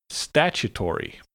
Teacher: The first half, sta, is like sta in the word station, but it's got a short A sound. And the remaining half, tutori, should be pronounced fast and smoothly.